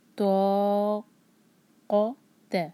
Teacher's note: تو قوف بھی heavy letter ہے، تو قوتا، لیکن تا کو ہیوی نہ ہونے دیں، اس کو لائٹ رکھیں · تو ہیوی لیٹر ہے، منہ بھر کر پڑھیں گے اور اس کو دو حرکہ کھینچیں گے